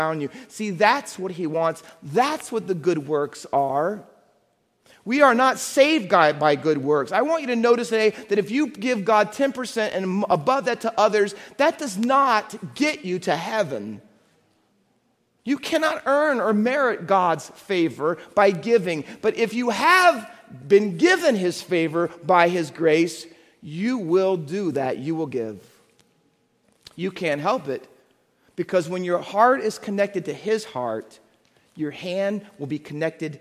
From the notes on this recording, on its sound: Faith Baptist Church in Hamilton, NJ.